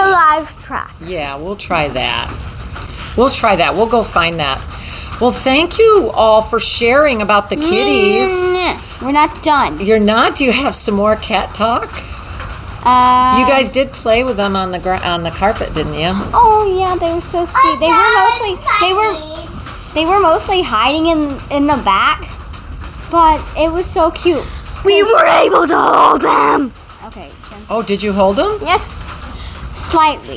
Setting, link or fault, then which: fault, background noise